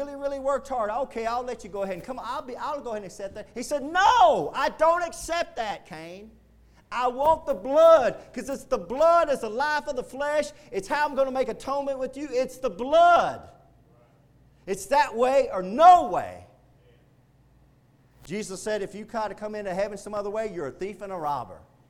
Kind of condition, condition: setting, large echoing room